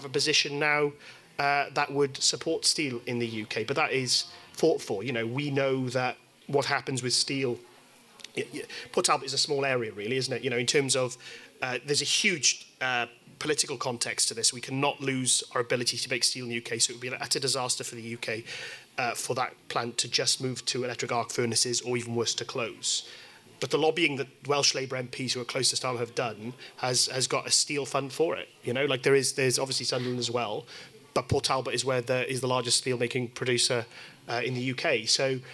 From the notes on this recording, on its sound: We recorded this podcast in front of a live audience at The Place, Newport as part of the 2023 Newport Rising Festival.